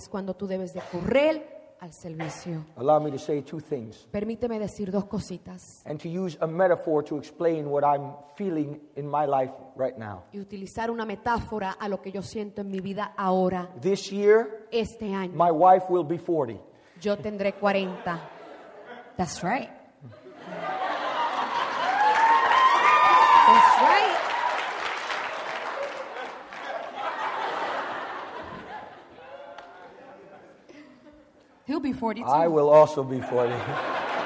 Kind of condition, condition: setting, large echoing room